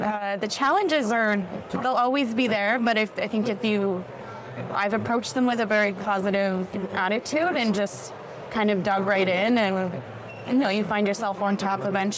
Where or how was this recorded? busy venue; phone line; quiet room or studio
busy venue